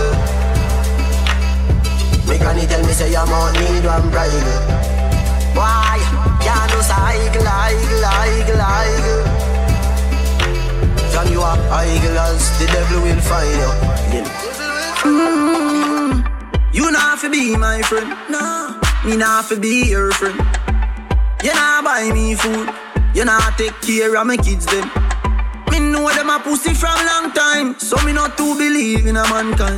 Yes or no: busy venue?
yes